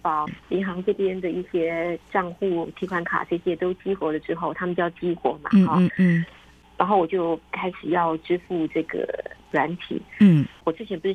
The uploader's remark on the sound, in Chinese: 連線訪問中央社駐北京記者